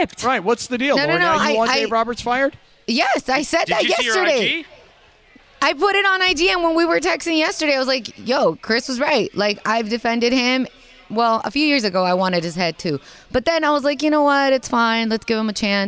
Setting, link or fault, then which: setting, busy venue